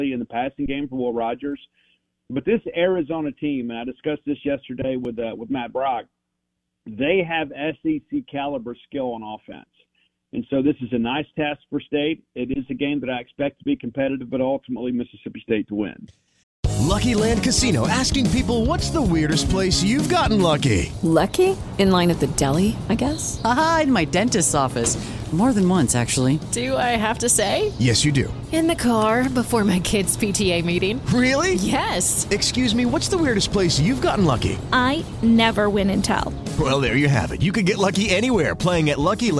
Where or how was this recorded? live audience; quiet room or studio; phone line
phone line